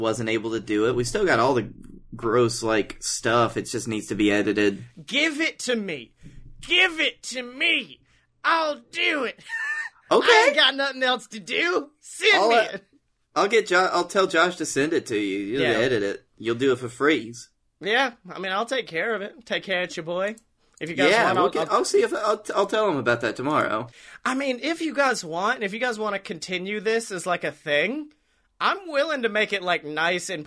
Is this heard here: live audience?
no